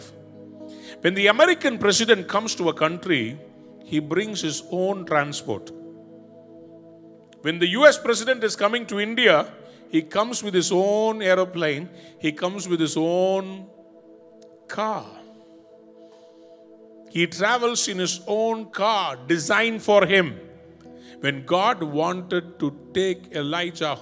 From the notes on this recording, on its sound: Recorded at freedomcentre church, Preston.